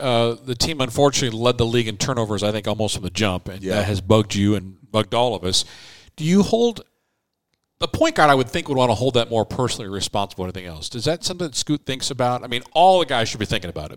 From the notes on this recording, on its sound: broadcasts LIVE from 2022 Houston Rockets Media Day